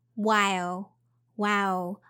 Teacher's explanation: When you pronounce the word, you don't have to aspirate it. So there's no h sound here.